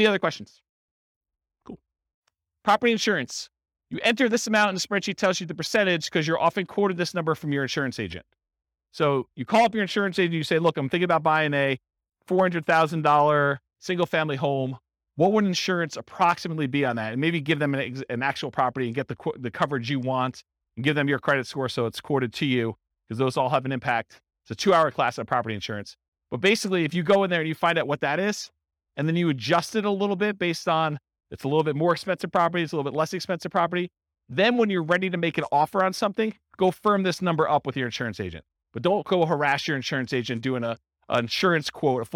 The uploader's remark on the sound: This was a live class recorded for buy and hold real estate investors. The live in-person version.